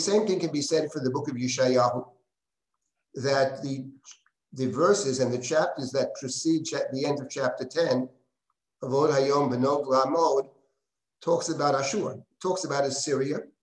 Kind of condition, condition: link, video call